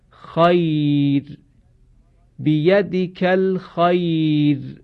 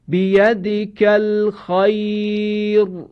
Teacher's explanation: مثال می زنم، مانند کلمه خیرو، خیرو که اگر بخواهیم وقف کنیم را ساکن میشه. لذا را ساکن هست، حرف ما قبلش یای ساکن هست، چون قبل از رای ساکن یای ساکن قرار گرفته را باید ترقیق بشه · Shown in: first take · لذا میخوانیم خیر، بیدیکل خیر.